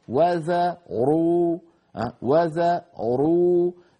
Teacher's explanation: وذا الواو مرققة، الذال مرققة، الراء مفخمة، وذروا وذروا